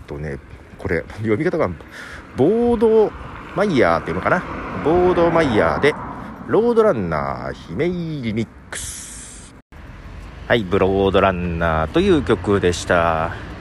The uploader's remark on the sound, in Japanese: 歩きながらの収録。ひさびさに歩きながら、まったりと収録。